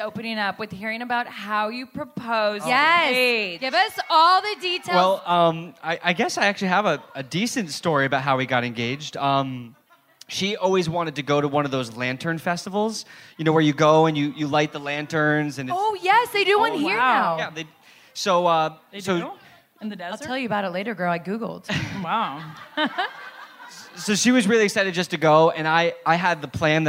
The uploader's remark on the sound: live show